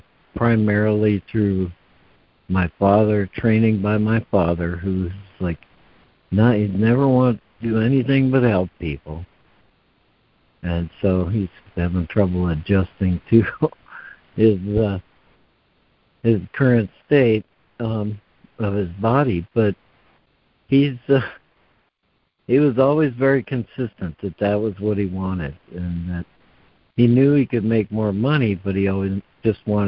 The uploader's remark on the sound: ACIM Daily Conference Call.